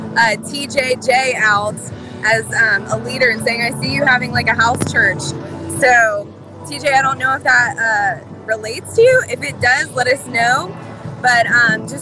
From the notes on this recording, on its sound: Take a walk with us on the Washington Mall